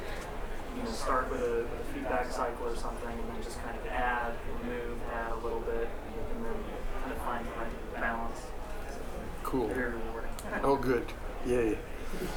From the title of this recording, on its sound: talk from PDX Synth Expo